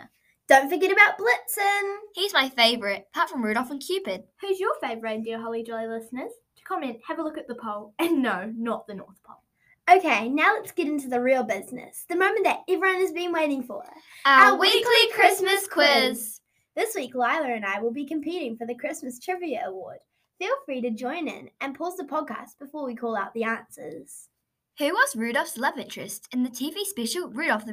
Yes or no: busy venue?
no